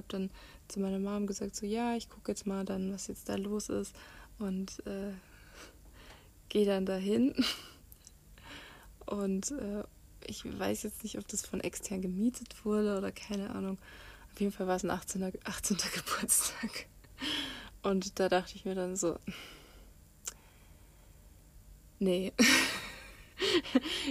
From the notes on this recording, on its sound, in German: Audio ist diesmal vom iPad, deswegen auch keine Hintergrundmusik, weil das zu dominant gewesen wäre.